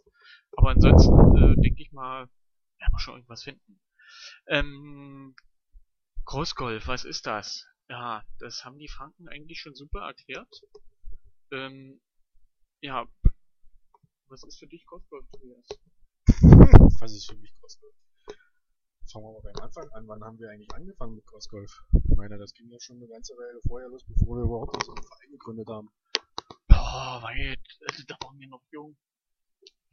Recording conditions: poor sound quality